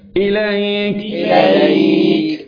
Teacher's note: الكاف اللي فيها همس إليك أسمع الهمس جريان النفس